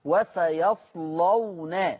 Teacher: اللام مفتوحة وقبلها الصاد ساكنة، يبقى هتغلظ اللام · Term: تغليظ اللام